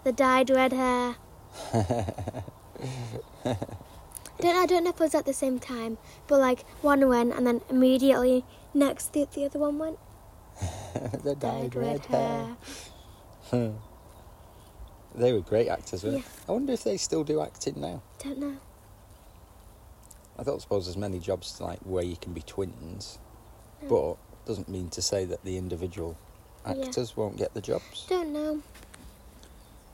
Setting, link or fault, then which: setting, outdoors